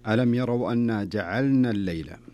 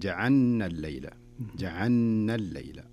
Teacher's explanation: والصحيح أن اللام هنا والنون كل حرف ينطق لوحده · Shown in: first take